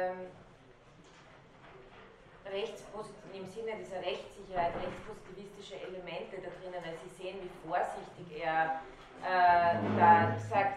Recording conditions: large echoing room